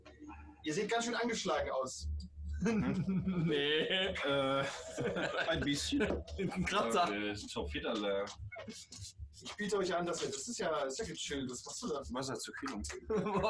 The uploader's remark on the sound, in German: Leider ist dies noch eine Aufnahme, in der unser Interface den Geist aufgegeben hatte, deshalb leidet die Audioqualität etwas.